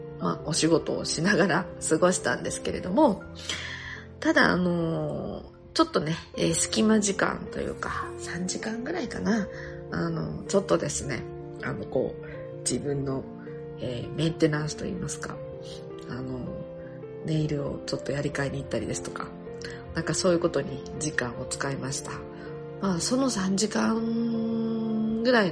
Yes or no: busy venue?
no